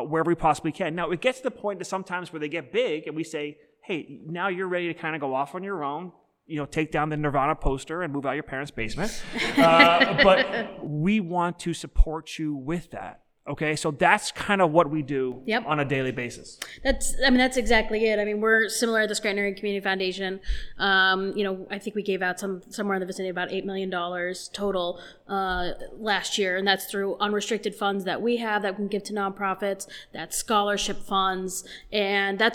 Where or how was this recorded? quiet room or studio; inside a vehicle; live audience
live audience